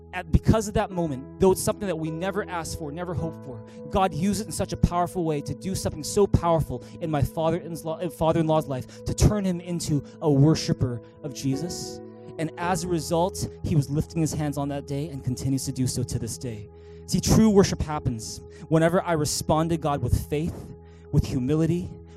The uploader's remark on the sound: Recorded on March 31, 2019 at THRIVE Church Vancouver, Canada